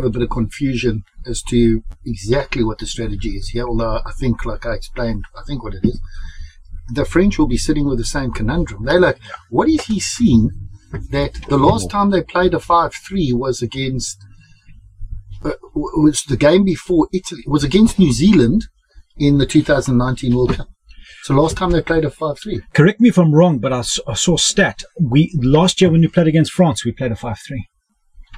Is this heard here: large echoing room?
no